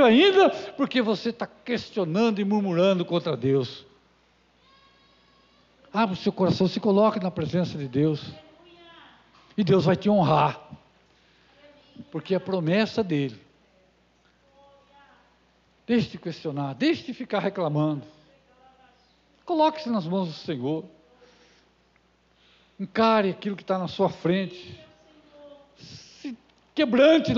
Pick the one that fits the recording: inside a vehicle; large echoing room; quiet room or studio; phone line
large echoing room